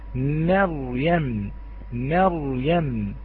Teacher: نعم، يقول مريم أو مريم، لا لا هذا ولا هذا، لا إفراط ولا تفريط، علينا بترقيق الميم وتفخيم الراء، مريم مريم.